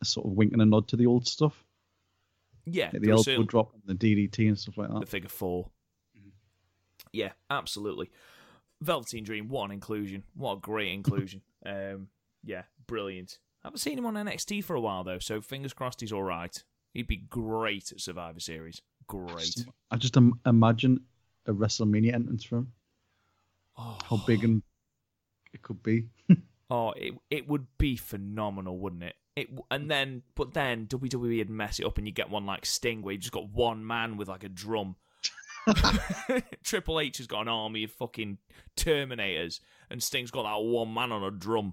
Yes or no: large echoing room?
no